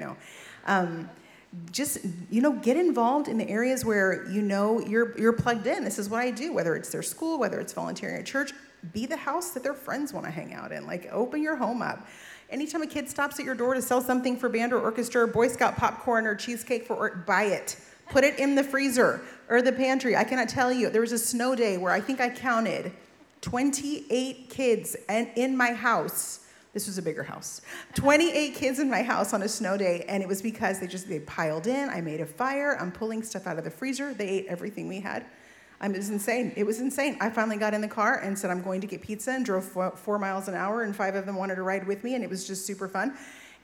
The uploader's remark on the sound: Live Panel Discussion